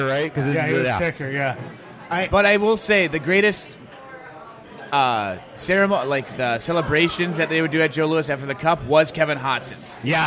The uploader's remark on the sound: Live from Old Shillelagh